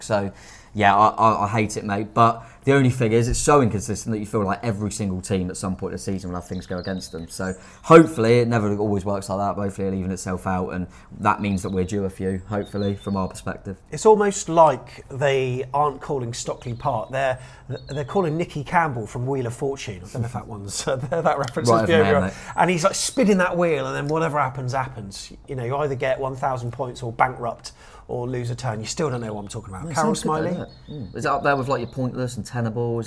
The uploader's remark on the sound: Was the man with the microphone as Bournemouth fans reacted outside Dean Court.